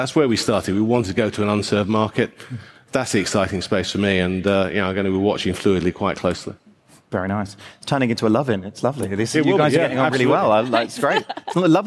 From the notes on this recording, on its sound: Live from Xerocon. Was recorded live at Xerocon 2017 from London's Excel Centre.